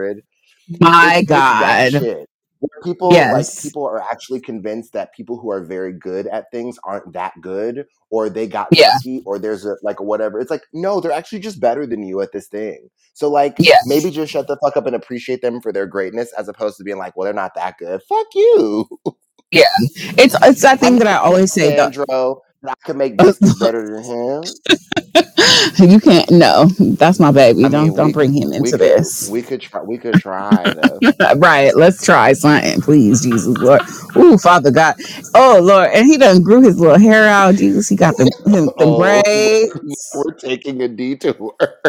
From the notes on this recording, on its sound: We're having some sound equipment issues (I KNOW I'M SORRY)